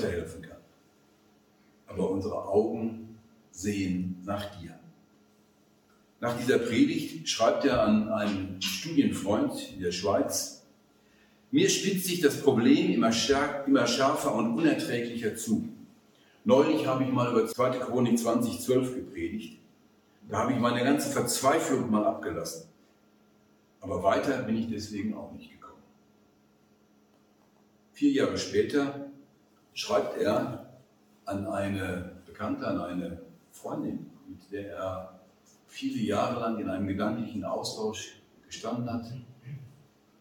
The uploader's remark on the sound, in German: Vortrag beim Zinzendorf Forum am 27.11.2021 in Marburg.